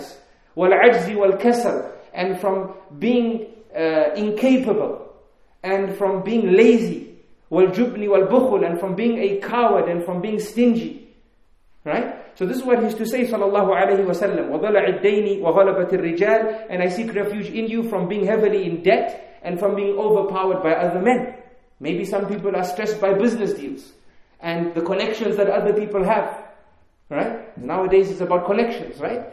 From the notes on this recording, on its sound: In this Lecture conducted at the Kensington Prayer Facility in Harare, Zimbabwe